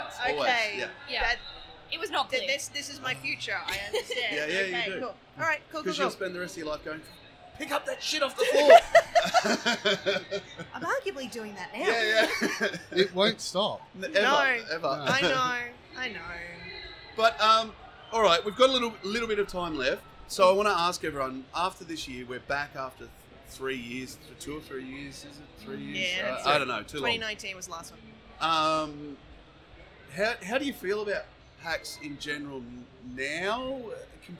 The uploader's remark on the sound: the P2 crew invaded PAX Australian en masse and in the process took over the Audio Technica Booth